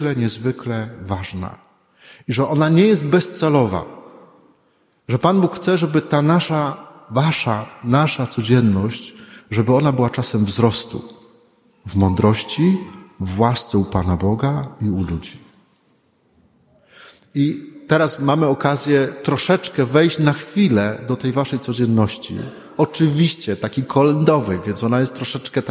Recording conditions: large echoing room